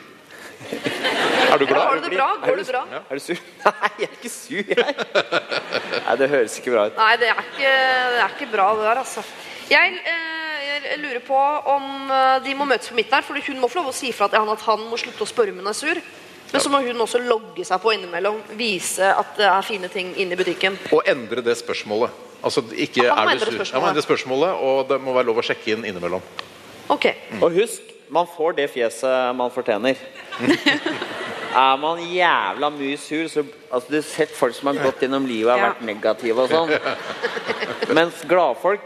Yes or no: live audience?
yes